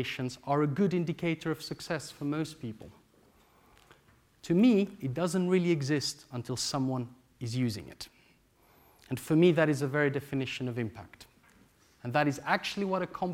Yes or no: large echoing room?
yes